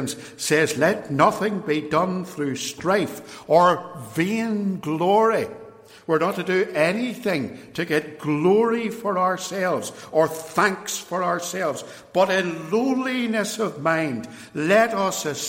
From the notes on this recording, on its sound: extracts from a sermon preached in 2017 at Templepatrick Reformed Church